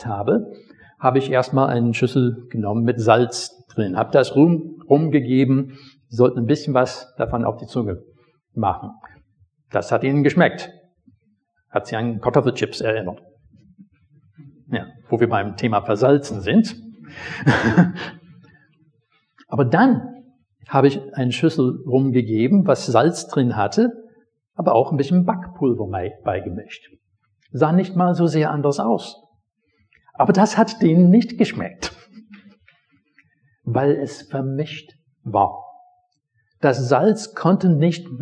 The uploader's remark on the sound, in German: Predigt aus dem Gottesdienst